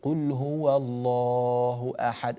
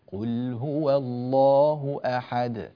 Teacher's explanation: أيضا لا تمد زيادة، لا تقول قل هو الله أحد، هذا مد زائد، لا تمد هذا المد بهذا القدر، خفف شوية، حركتين اثنين بس · Shown in: second take